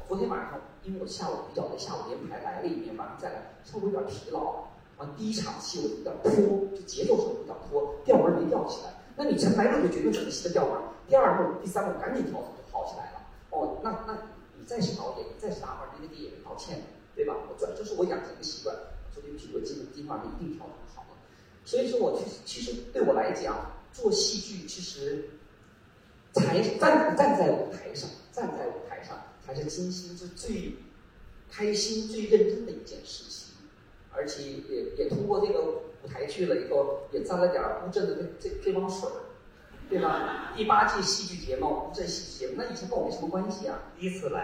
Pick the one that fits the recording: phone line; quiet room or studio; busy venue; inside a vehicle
busy venue